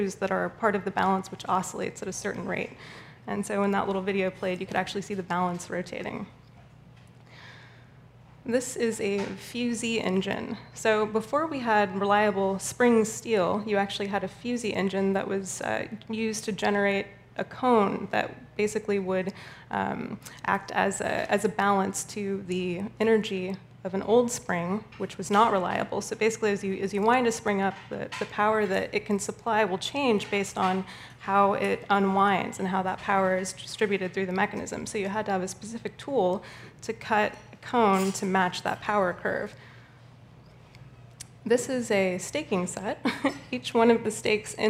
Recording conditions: busy venue